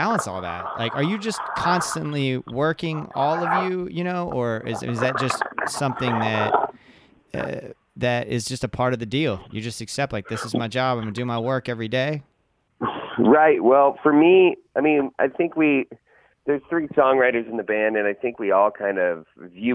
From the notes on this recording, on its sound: caught up by phone